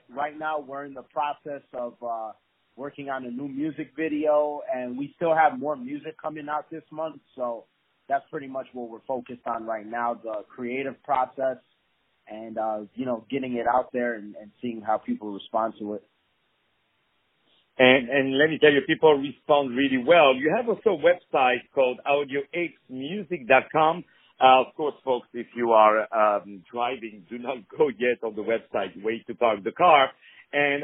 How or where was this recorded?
phone line